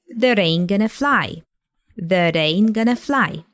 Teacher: we've got here a flap T or D sound in the word that, and it gets linked to the following word